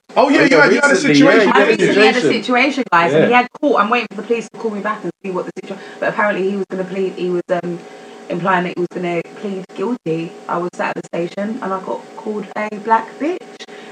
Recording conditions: poor sound quality